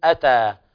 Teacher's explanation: فالألف هنا مقصورة تمد بمقدار حركتين